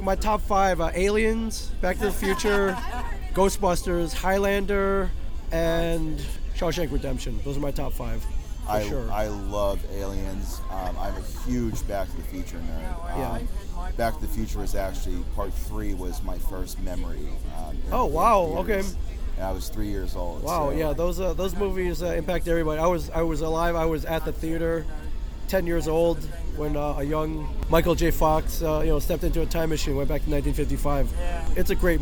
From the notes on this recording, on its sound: Live From Pittsburgh's Steel City Con.